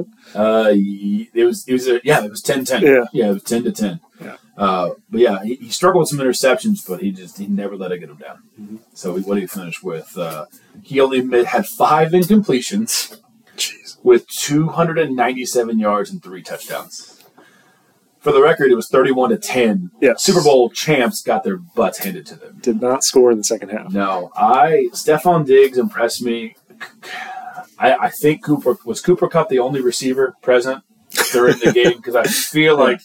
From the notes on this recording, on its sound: We apologize for the audio quality. Had some technical issues.